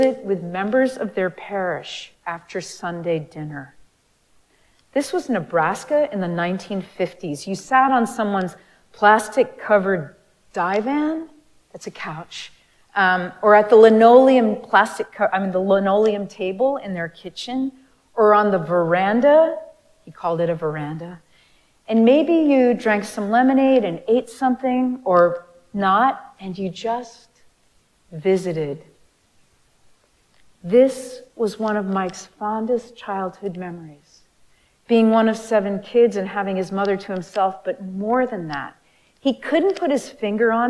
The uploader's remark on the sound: Recorded live at Arlington Street Church